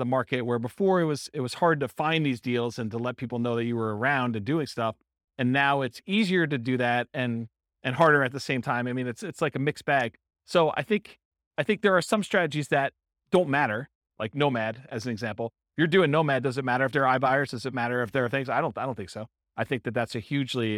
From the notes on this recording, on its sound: Real estate investors and real estate entrepreneurs in San Francisco, California. This was a live class recorded to give investors a solid qualitative overview of all the different real estate investing strategies.